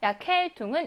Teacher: Erkältung은 비분리동사가 명사로 바뀐 거죠. 그러면 비분리전철 다음에 나오는 동사에 강세가 있어서 약헬퉁은 이음절에 강세가 있습니다 · Term: 이음절 강세어